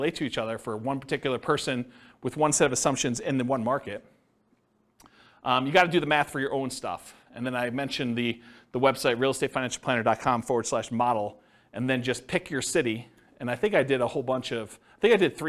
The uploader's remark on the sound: This was a live class recorded.